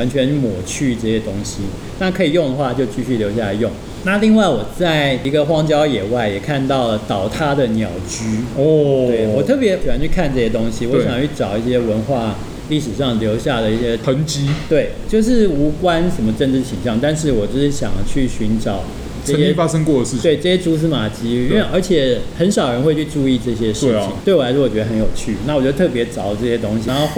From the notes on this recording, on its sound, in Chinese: 本集白噪音指數：微風級 2/5。錄音現場約 25°C。錄音地點： 明星咖啡館 - Cafe Astoria。